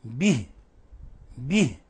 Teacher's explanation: حالة الوصل إذا وصلناها نقول به نشبع الكسرة، أما إذا وقفنا عليها به به فنخلص الكسر · Term: إخلاص الحركات